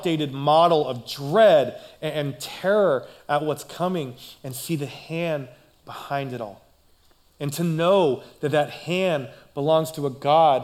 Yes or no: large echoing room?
yes